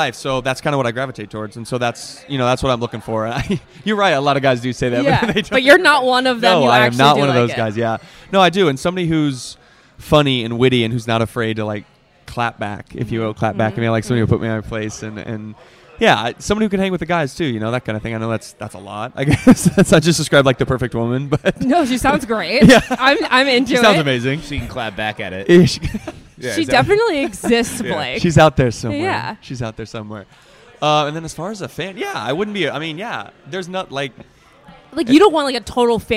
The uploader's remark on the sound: We’re live from the Planet Hollywood Hotel in Las Vegas!